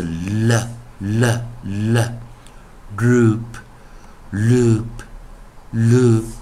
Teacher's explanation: 我们讲的 darkL，比较重的 L